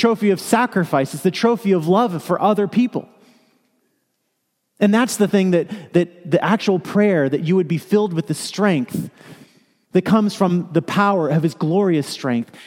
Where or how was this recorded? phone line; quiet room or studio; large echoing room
large echoing room